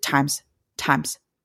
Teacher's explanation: I accentuated the I, really dropped the M, like didn't make that M hard. We drop the end of that word.